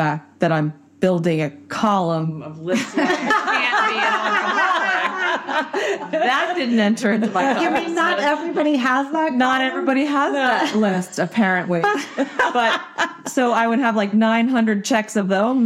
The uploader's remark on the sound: Met up in Boston. They recorded a live show together and got to know each other in person.